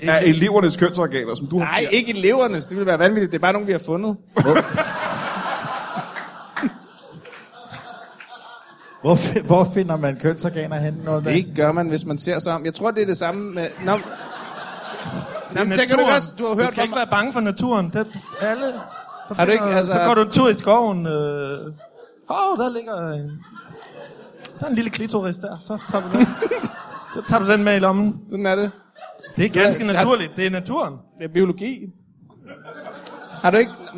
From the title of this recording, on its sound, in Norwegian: LIVE fra Comedy Zoo